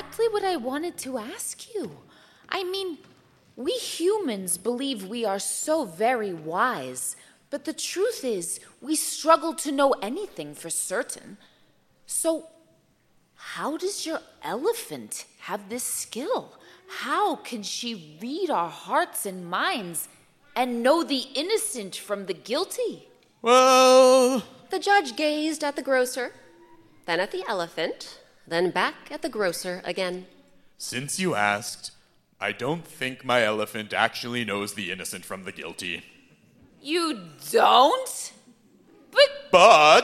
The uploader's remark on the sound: Recorded live